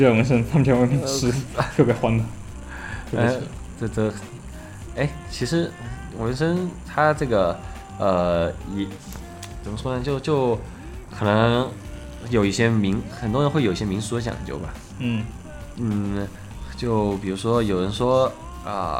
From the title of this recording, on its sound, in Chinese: 这是一期边纹身边录制的节目